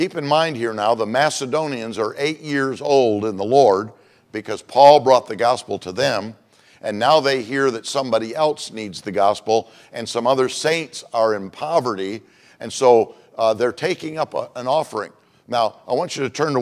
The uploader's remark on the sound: Monday evening service of 2023 Missions Conference. At Community Baptist Church in Riverhead, NY.